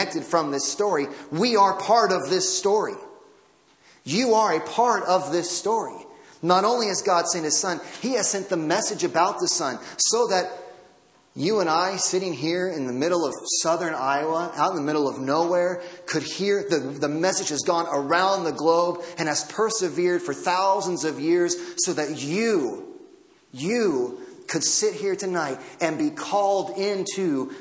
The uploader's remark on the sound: Audio from Christmas Eve Service.